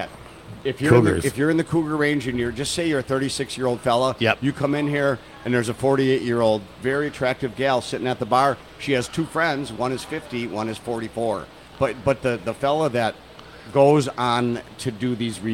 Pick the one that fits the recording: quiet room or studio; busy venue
busy venue